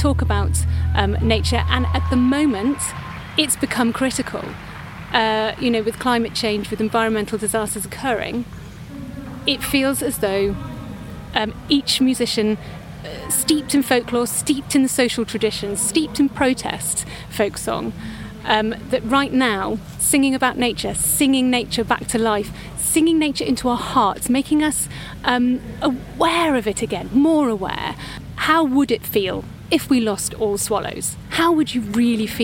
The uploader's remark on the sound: visits the Folk by the Oak festival in Hertfordshire